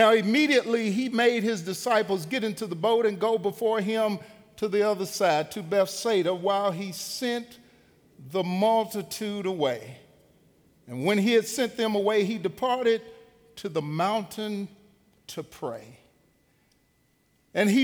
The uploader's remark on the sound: Recorded live at The Fellowship at Two Rivers on June 30, 2019.